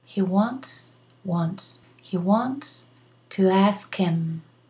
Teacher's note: Ask him is pronounced ask him without the H. When we speak fast, we say he wants, he wants to ask him.